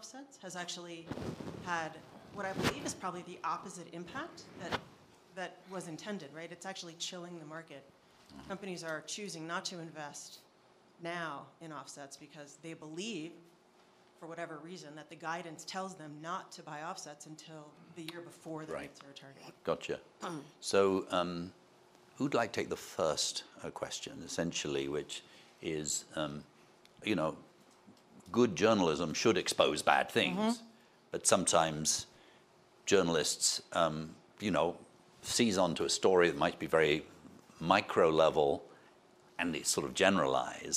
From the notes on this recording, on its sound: This is the full audio of the session at the World Economic Forum's Annual Meeting 2023.